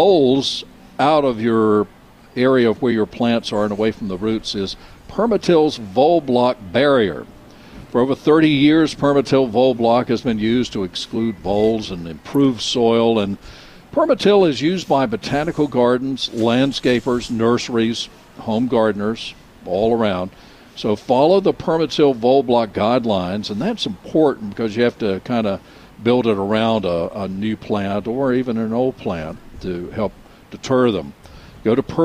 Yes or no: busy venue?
yes